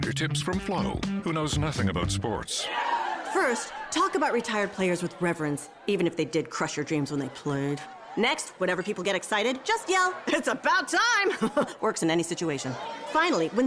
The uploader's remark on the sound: We're live from Goodyear on opening day for Cactus League play.